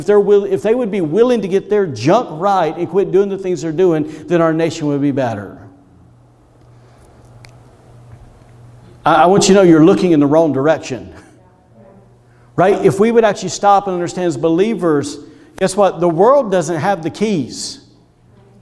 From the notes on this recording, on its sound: was recorded on Sunday, January 31st, 2021, during service at The Anchor Church in Rockport, Maine.